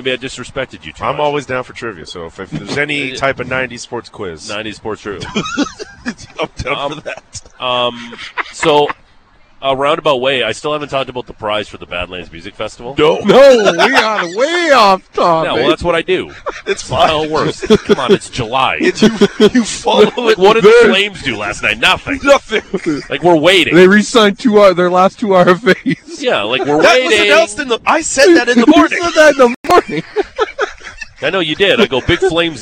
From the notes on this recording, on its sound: The Big Show is Live from Stampede. Today the guys are set up live from the Stampede parade route!